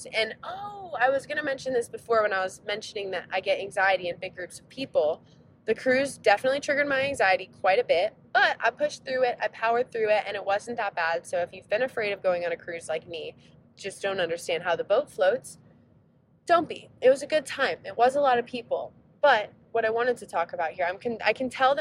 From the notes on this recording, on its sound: We are keeping today’s episode super casual as I record the podcast while on a 5 hour roadtrip!